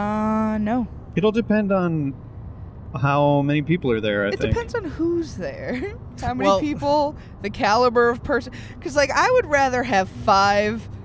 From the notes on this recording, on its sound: To pass the time on the 700 hour drive to western, MA we recorded a pod